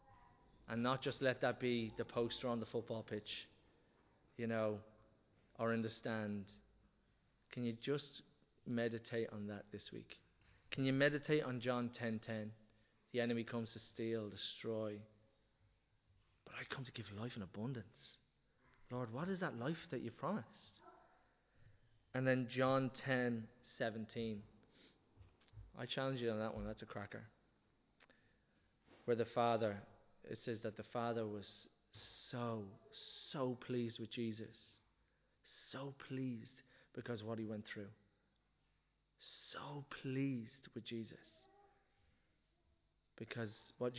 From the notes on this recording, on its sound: Recorded live in Liberty Church on 19 February 2023